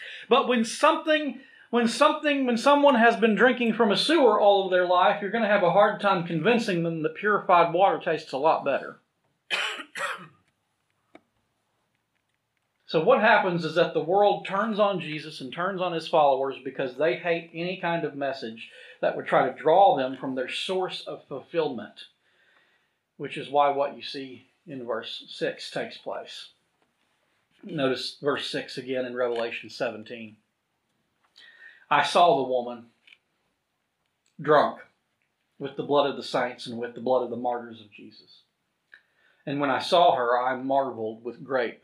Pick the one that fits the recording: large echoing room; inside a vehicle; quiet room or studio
large echoing room